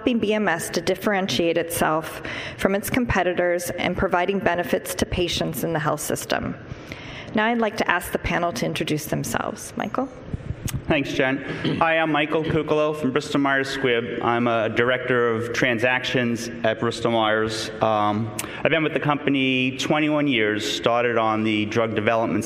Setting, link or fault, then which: setting, busy venue